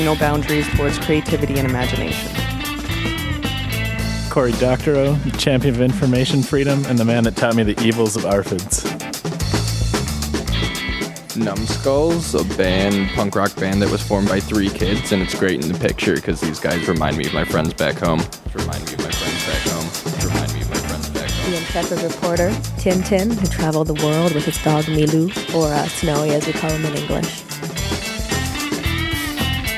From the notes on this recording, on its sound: At Fresh Media conference at W2 Arts + Media Centre. In a workshop about storytelling + podcasting.